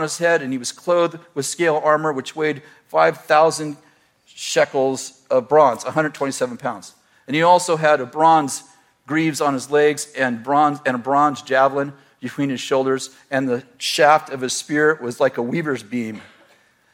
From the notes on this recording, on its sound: throwback sermon from January 7th, 2018, at Bethel Church in Redding, CA